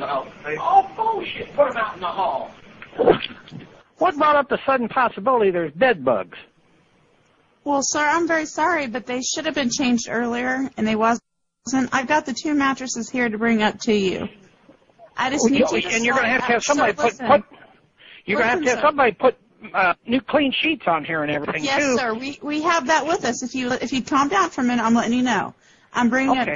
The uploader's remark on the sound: Prank Phone Calls